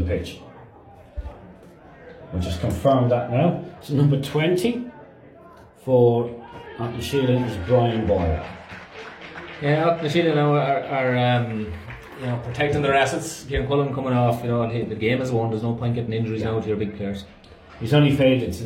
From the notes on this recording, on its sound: Live commentary of second half